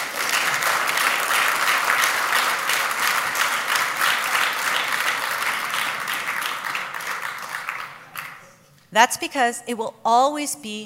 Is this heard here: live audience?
yes